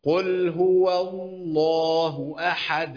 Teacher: الخطأ الشائع تطبيقا في موضوع لام اسم الجلاله اللي انا بقول لحضرتك عليه ده، ان انا ممكن ارقق اللام الاولى. انا اللامين الاثنين لازم يفخموا، اللام الساكنه والمتحركه